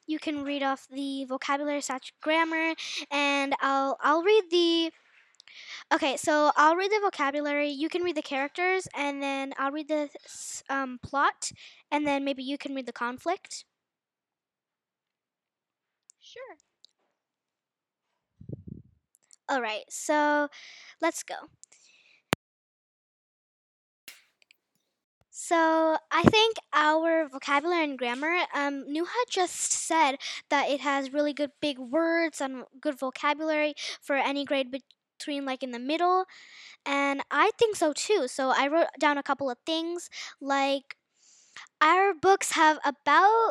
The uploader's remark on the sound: sorry if the mic quality is bad because we're just beginners